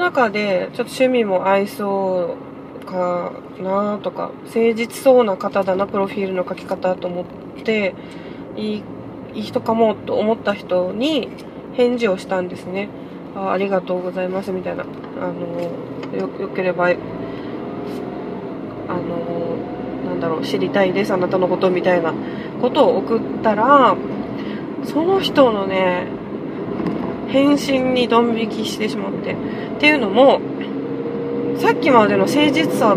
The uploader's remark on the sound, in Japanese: 初めての収録、、、車の中で録音したのでところどころうるさいです。